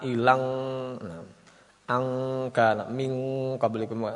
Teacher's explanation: Orang Indonesia mengucapkan pokoknya semua dibaca NG. A, ilang, ang, kan, ming, kabelikum, pakai NG semuanya. · Term: ikhfa hakiki